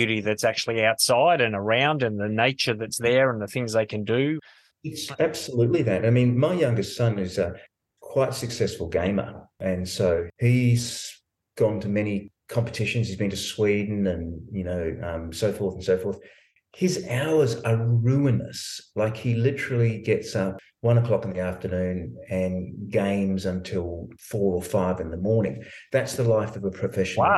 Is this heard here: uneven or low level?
no